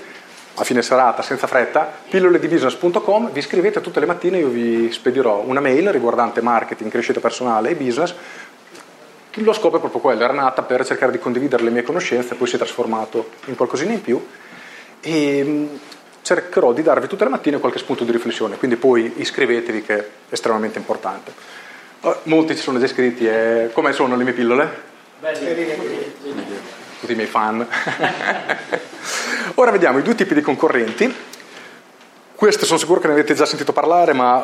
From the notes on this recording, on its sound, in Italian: la live dell’intervento che ho tenuto al Genius Club di Bologna